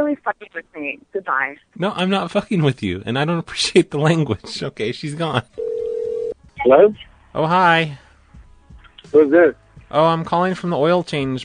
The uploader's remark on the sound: Prank Phone Calls Collection